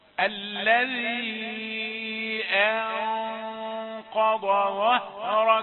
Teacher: الهمزة رقيقة في كلمة أنقض، ويأتي بعدها النون وغنتها مفخمة